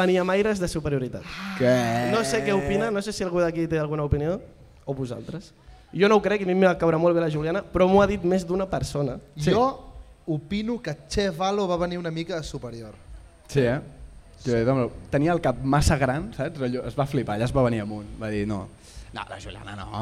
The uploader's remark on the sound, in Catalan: Avui us portem segurament el capítol més especial de tota la temporada, en directe a la Festa Major de l'Eixample de Sabadell.